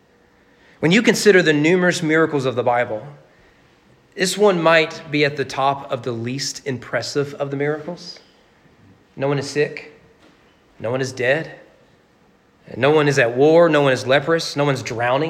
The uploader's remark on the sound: Sermon preached at Walnut Grove Baptist Church on February 28, 2022 for their Man Up event.